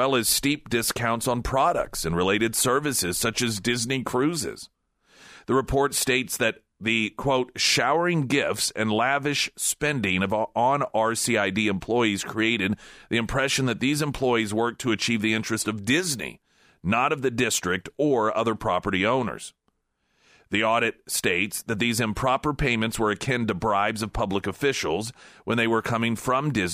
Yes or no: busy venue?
no